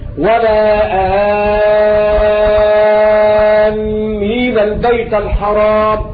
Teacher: المد الأصل فيه مد بدن يمد حركتين، ولكن لما كان بعده حرف مشددا ألغي البدل وعمل بالمد اللازم فيمد ست حركات